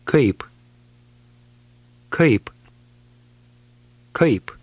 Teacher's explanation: Notice the ai sound with the stress on the last part.